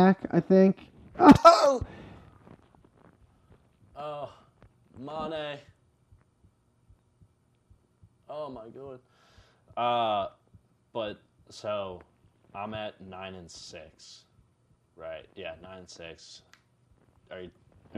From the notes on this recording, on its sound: Audio did get messed up in this episode sorry about that